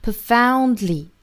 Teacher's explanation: 的和了的音呢是同时发出来的，而不是先的再了。Profoundly,注意的要点呢就是舌尖抵上齿龈之后再去送气。Profoundly,那这个单词还需要注意它第二个元音呢是 ow 双元音 profoundly,而不是 profoundly,我们需要注意的混淆音呢就是 o 和 ow。后面一个单词 capable of,这里面也是一个 · Term: 舌边爆破